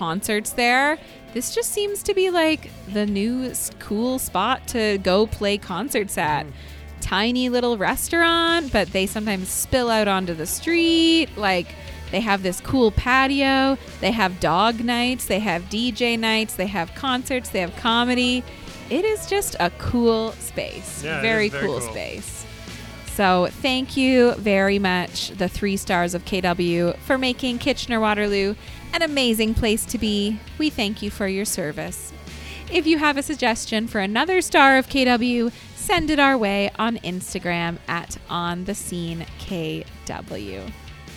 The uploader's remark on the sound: LIVE from Odd Duck Wine and Provisions. The newly opened Odd Duck Wine and Provisions restaurant and bottle shop in Downtown Kitchener.